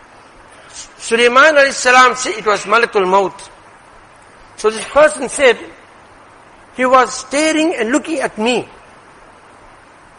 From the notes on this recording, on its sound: Jumuah lecture